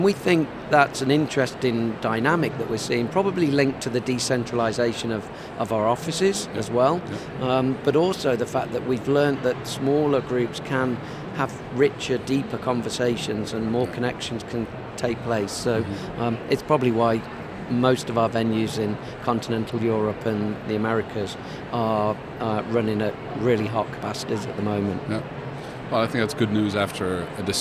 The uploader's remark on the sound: Live from #IMEXAmerica